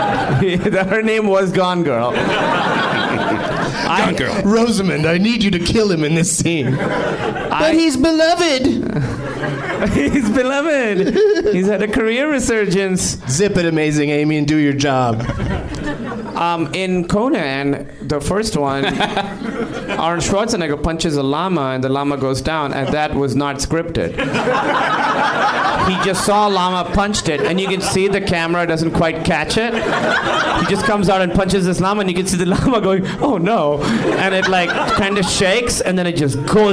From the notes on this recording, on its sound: Live from the NerdMelt Showroom in LA